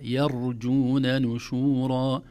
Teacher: التنبيه الأول ترقيق الياء، لا نقول يرجون، لأنها الأذن لا تستغربها، لأن الراء مفخمة فيكون أسهل على اللسان يقول يرجون، لكن لا يا يرجون نشورا. نرقق الياء ونفخم الراء الساكنة دون قلقلة، لا نقول يرجون يرجون، الراء الساكنة ليس فيها قلقلة، أو الراء صفة عمل ليس فيها قلقلة.